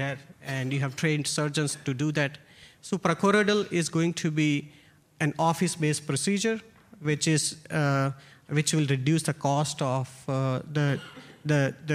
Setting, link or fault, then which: setting, busy venue